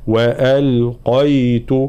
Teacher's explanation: قاف مفخمة بقية الحروف مرققة